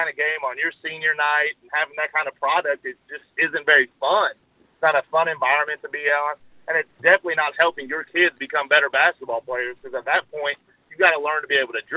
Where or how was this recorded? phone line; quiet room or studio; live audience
phone line